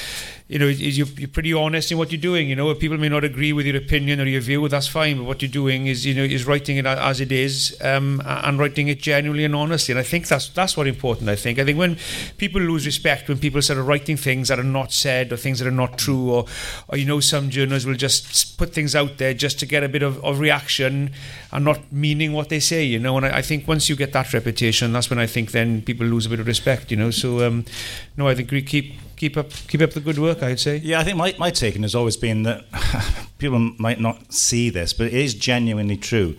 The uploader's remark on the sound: A special live episode of the Welsh Rugby Podcasts as we headed up to Cilfynydd RFC to record a bumper episode